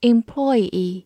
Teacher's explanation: 还有一种读法呢，重音是在第二个音